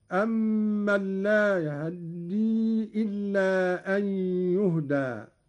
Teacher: قرأ قالون باختلاس فتحة الهاء، وهو اختلاس الجزء الأكبر من الفتحة مع السرعة، وله أيضا الإسكان، وكل من الاختلاس والإسكان ورد لغة وقراءة هكذا: أمن لا يهدي إلا أن يهدى.